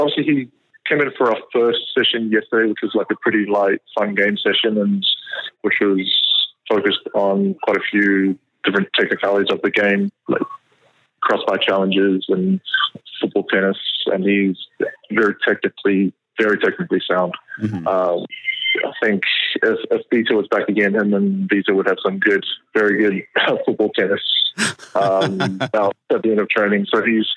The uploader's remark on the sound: phones in from sunny Florida